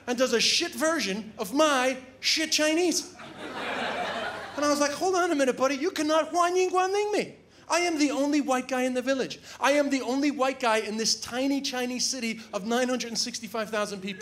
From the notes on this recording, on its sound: Recorded at the Melbourne International Comedy Festival's Comedy Up Late for ABC2